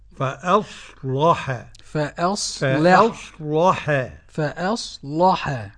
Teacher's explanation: فأصلح قرأ ورش بتغليظ اللام